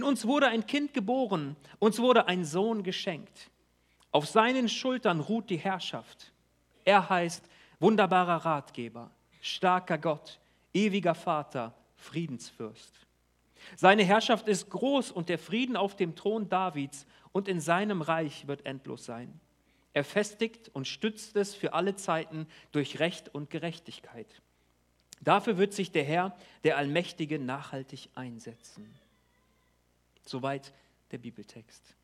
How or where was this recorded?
large echoing room